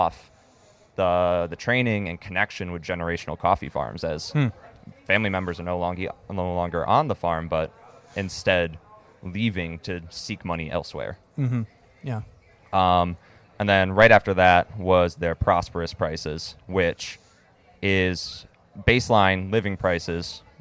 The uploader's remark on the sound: I found myself on a last-minute flight to Boston for the SCA Expo this year. Host an open-mic style interview with any coffee loving person I could find.